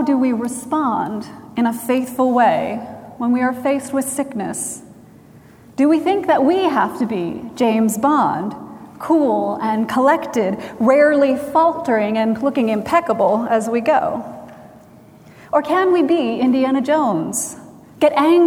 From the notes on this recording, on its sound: Recorded June 25, 2017 at Trinity Presbyterian Church in Bixby, Oklahoma